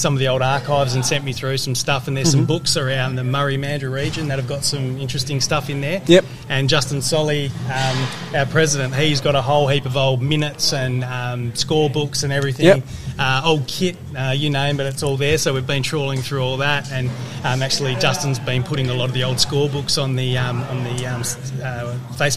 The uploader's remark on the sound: Live from Mandurah CC. Recorded LIVE (listen for the typical vibe from cricket clubs across the land on a Thursday selection night), we venture to downtown Mandurah.